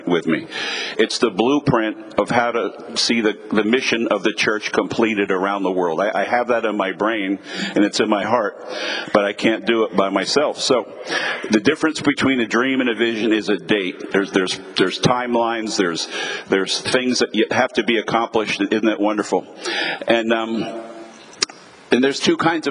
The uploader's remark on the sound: Team Building Breakout Session 3. 2023 Winter Leadership Conference. Every February, pastors and leaders from around the country gather together at our leadership conference. Here’s one of the recordings from our 2023 Leadership Conference.